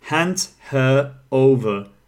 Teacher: Basically, there is an extra R sound. It's called the linking R.